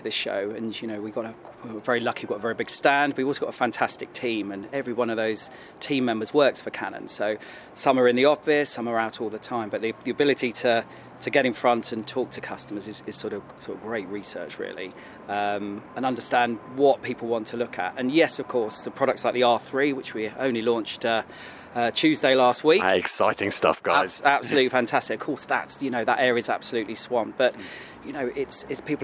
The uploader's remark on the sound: Live at The Photography Show & Video Show. The much anticipated Photography Show and Video Show at the NEC in Birmingham, UK. We had access to chat to some of the exhibitors.